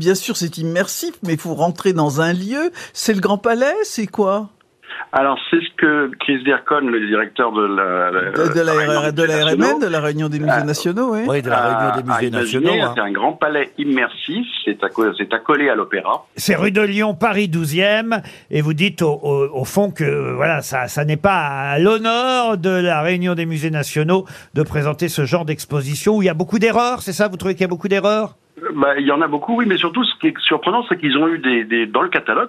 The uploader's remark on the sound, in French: eu au téléphone un journaliste du monde